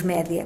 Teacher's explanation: Portanto, média é uma palavra latina que se encontra no plural. Devemos pronunciá-la com E aberto